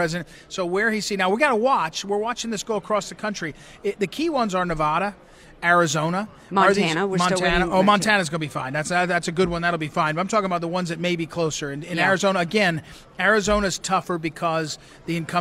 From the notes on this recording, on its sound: Live from Golden Hall!